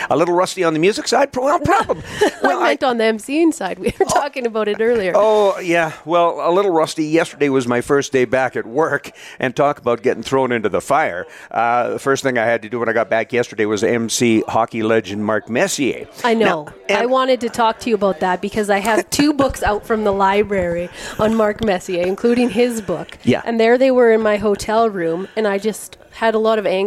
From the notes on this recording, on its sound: live from the 2023 Alberta Beef Industry Conference (ABIC)